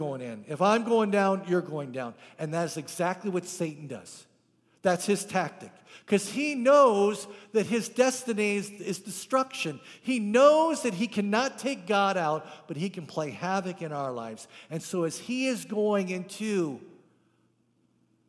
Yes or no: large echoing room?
yes